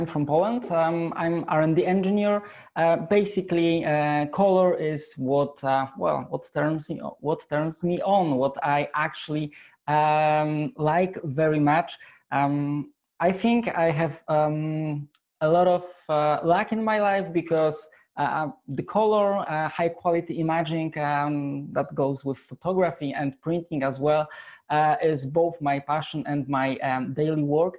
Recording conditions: video call